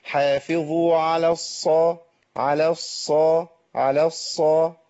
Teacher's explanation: الهمس بقى مصاحب للصاد في كل حالاتها سواء كانت ساكنه او متحركه